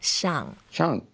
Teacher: So Shang is to go up is the fourth tone. So actually the sound, we go down.